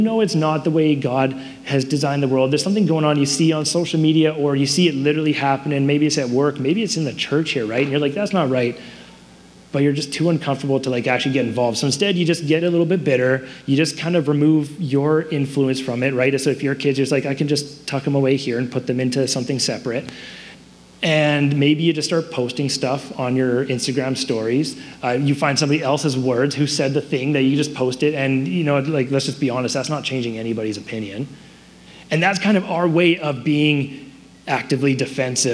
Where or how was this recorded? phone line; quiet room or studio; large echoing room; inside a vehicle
large echoing room